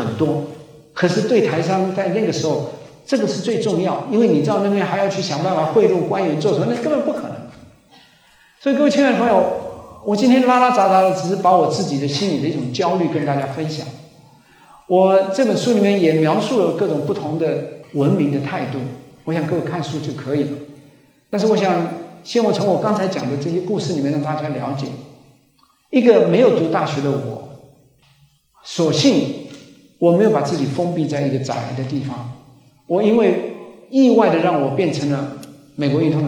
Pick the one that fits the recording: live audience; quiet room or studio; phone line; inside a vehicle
live audience